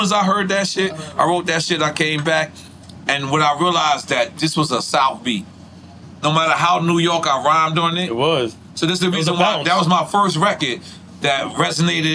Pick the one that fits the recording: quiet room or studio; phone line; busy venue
busy venue